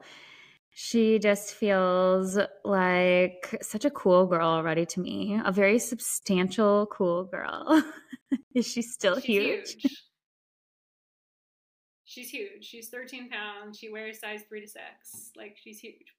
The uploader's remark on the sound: Apologies for audio issues, I am a one woman production and sometimes things go awry! Did my best to fix it up for you all.